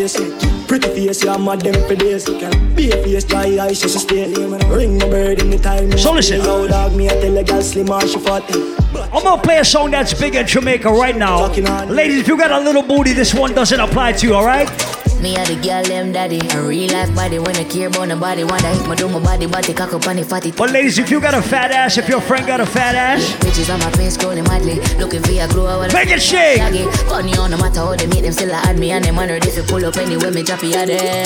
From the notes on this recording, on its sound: Live audio recording of my segment at Margarita Fridays in the Bronx on June 23rd